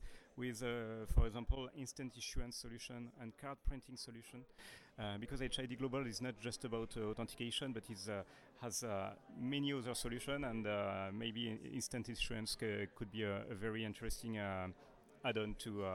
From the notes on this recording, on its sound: This episode was recorded during the Paris Fintech Forum 2019